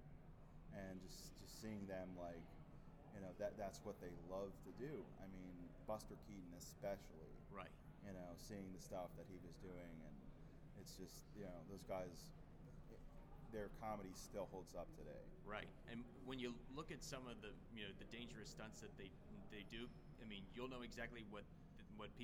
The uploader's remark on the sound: Live From Grossfest